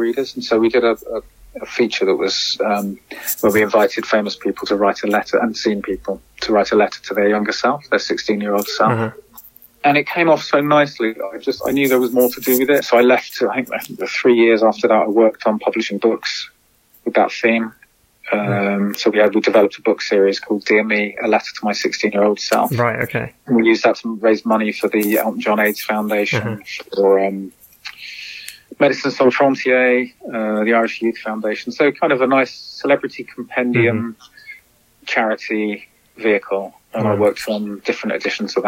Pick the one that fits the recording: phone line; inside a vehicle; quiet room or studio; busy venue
phone line